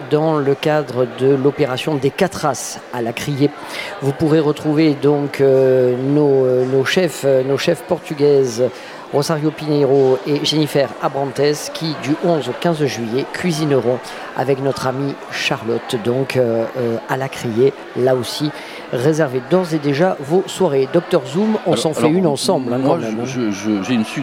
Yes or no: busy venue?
yes